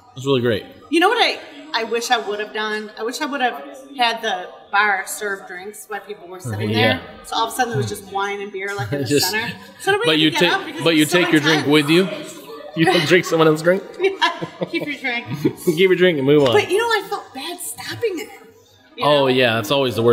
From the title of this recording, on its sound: Live From EsportsNext